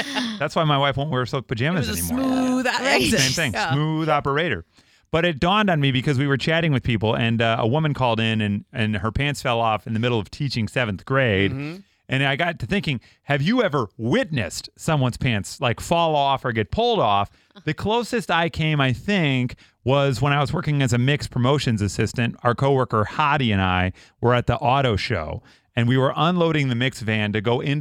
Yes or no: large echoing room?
no